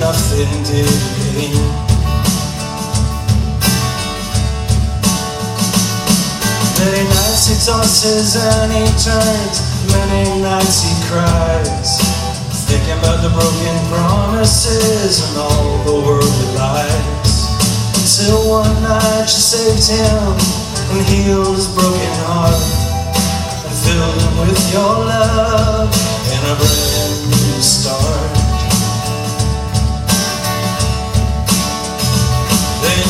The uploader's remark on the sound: Recorded at Faith Calvary Chapel in Ventura, CA. Additional Live Mixing by Tim Frantz.